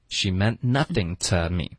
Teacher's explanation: 后面 to 呢，我们就弱读成 ta